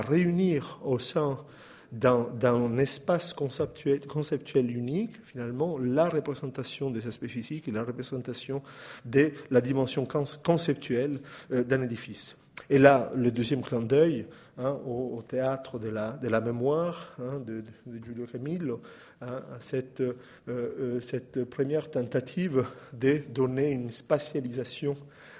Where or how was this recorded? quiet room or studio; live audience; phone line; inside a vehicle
live audience